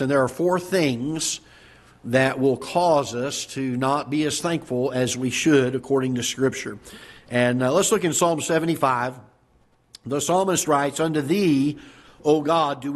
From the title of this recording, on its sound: Ketha Heights Baptist Church ~ Live Broadcast